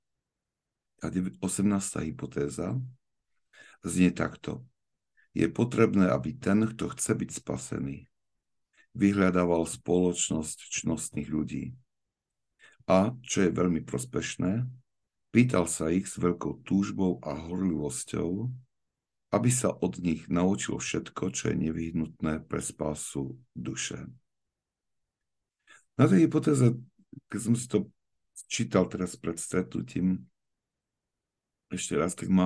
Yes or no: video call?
yes